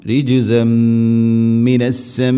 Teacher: തൻവീനിനെ മീമിലേക്ക് ഇത് ഗാം ചെയ്ത് അഥവാ കൂട്ടി ലയിപ്പിച്ച് മണിച്ചുകൊണ്ട് ഉച്ചരിക്കണം · Term: ഇത് ഗാം ബിഗുന്ന